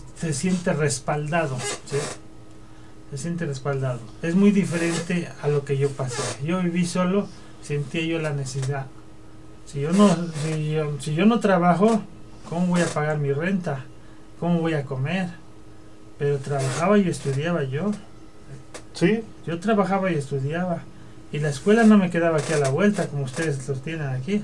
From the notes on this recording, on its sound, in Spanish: De empezar con un ensayo para probar el micrófono termino por ser una platica muy bonita y amena con mi padre. El sonido del fierro viejo, la basura y los tamales hicieron que este ensayo fuera único.